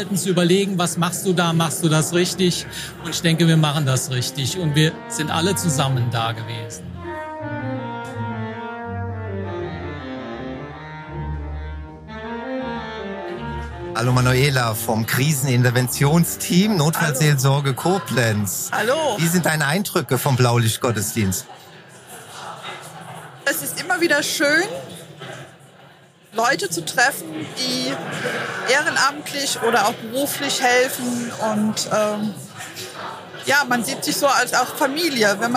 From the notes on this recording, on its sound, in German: Blaulichtgottesdienst 2022. Alle Hilfsorganisationen waren eingeladen, im Rahmen eines Gottesdienstes zusammenzukommen. Beim gemütlichen Abend mit leckerem Essen unserer Verpflegungseinheit haben wir live einige Stimmen zu dieser rundum gelungenen Veranstaltung eingefangen.